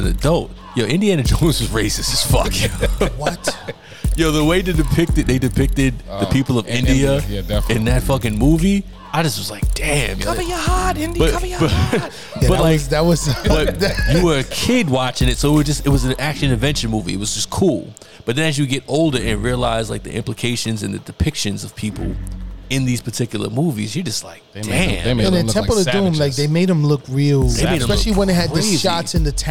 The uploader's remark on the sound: Smoking their cigars at Smoke 'N Ashes Cigars and Haberdashery in Teaneck, NJ. A conversation about the 80s turned into an SNA Live episode.